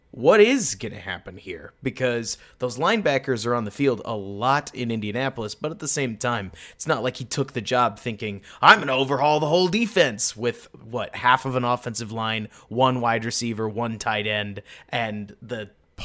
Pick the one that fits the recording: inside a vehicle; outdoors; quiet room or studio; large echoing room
quiet room or studio